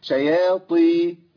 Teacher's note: وما إسهاش بالطاء المكسورة لأن الطاء حرف مطبق تفخيمه أعلى فلما يكسر يبقى فيه ضعف لكن ضعف مش زي القاف